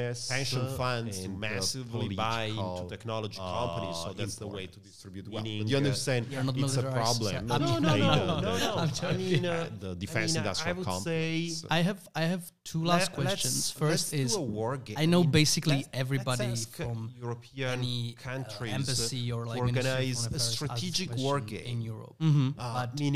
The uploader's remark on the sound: Last week we had the biggest honor to organise this year's edition of Czech Security Forum conference. As a part of the conference , we interviewed.